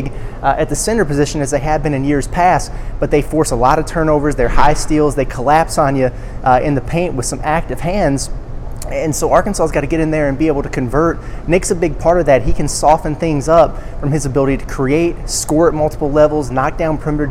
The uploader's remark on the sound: from Wells Fargo Arena in Des Moines for a live preview